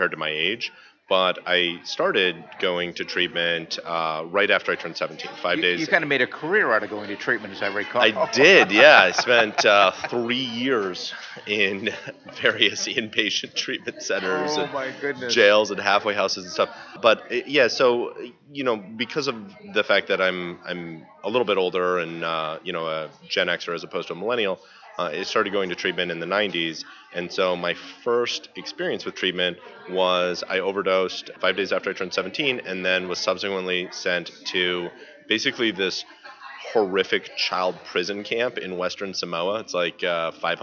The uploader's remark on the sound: At The 3rd Annual North Texas Recover Conference 2015